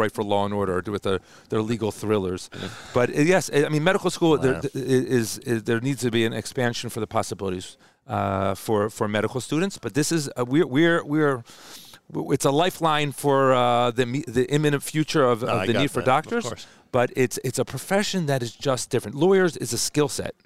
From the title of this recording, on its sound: Live from 2023 NBN MedEx Event